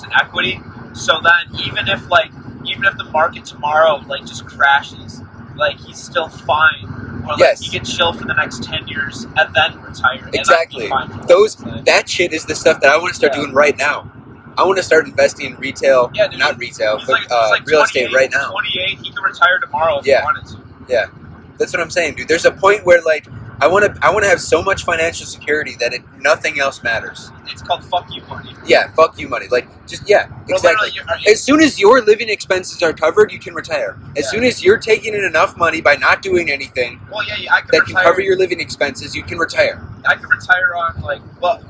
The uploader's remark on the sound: We recorded this episode while on a road trip- sorry for the audio quality!